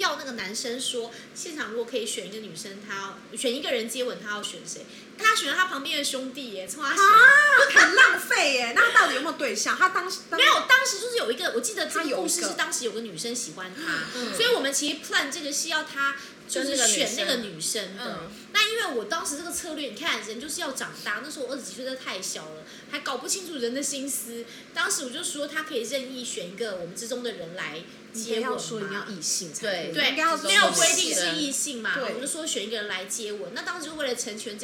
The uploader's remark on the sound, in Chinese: 喝酒那些事系列由於是試錄集，收音設備非常陽春，請海涵～。